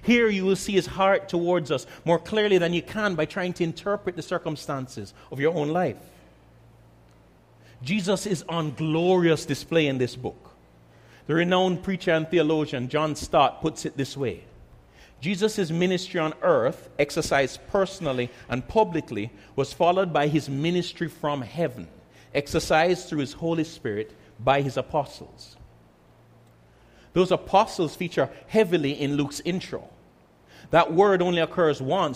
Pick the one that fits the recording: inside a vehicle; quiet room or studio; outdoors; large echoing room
large echoing room